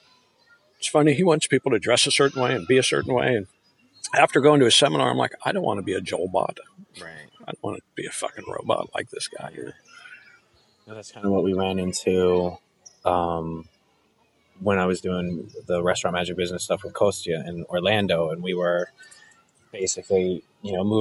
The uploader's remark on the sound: Sit outside at a park in Hollywood hills